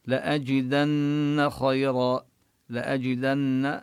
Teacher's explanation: لأجدن نبين الغنة التي في النون المشددة، خيرا منها ونبين الخاء مفخمة بخيرا، عندي حرف لين الياء